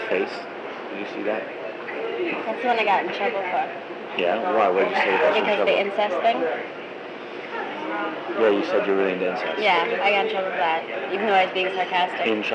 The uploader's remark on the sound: Fall 1998 // NYC restaurant // Cassette tape recorder.